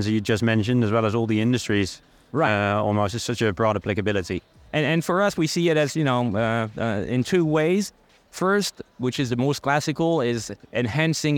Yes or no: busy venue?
yes